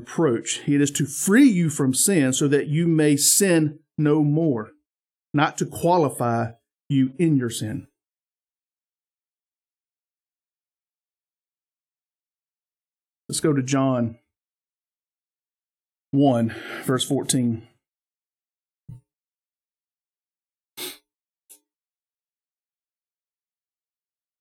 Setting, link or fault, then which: setting, large echoing room